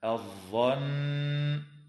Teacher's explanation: وتغن النون المشددة في كلمة الظن بمقدار حركتين